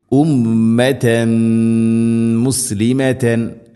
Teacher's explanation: ഉമ്മതൻ മുസ്ലിമതൻ ഉമ്മതൻ തൻ തൻവീനു ശേഷം മീം തൻവീനിനെ മീമിലേക്ക് കൂട്ടി ലയിപ്പിച്ച് മണിച്ചുകൊണ്ട് ഉച്ചരിക്കണം · Term: ഗാം ബിഗുന്ന